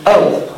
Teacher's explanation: So in Sanskrit when you go ah-oo, if you say it, ah-oo, you end up saying oh. So this o is a combination of a and u.